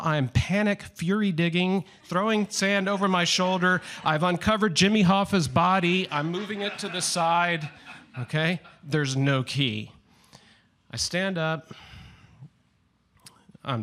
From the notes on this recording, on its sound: Our monthly open mic storytelling events in York, Pennsylvania. Nine storytellers shared their stories with our audience at Archetype Pizza in downtown York.